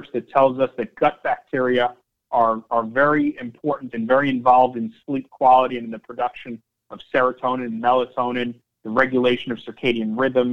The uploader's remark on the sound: Nightfood Investor Conference Call for May, 26th 2021 (NGTF)